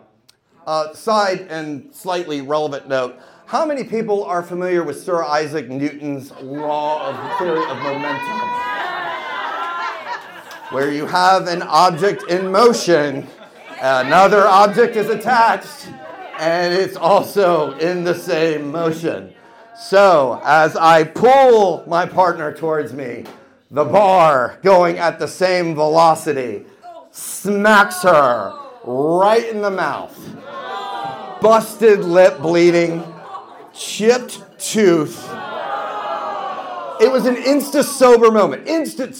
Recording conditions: live audience